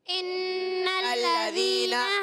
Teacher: clear رکھنی ہے بعض بچے ذال کو زا پڑھ دیتے ہیں ذال کا مخرج زبان کا سرا اور اوپر کے دانتوں کے کنارے سے